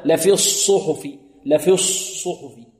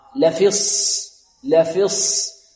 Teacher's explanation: لفي الصحف، البعض يضم شفتيه في الصاد لأجل التفخيم، يقول لفي الصحف، لفي الصحف، لا لفي الصحف، لأن الصاد هنا بارك الله فيكم مركب من حرفين، الأول ساكن والثاني متحرك مضموم، فهنا الصاد الأولى الساكنة لا نضم فيها الشفتين · Shown in: second take · لفص لفص، والصاد الثانية المضمومة نضم الشفتين فيها، إن هذا لفي الصحف الأولى، لفي الصحف، لفي الصحف الأولى.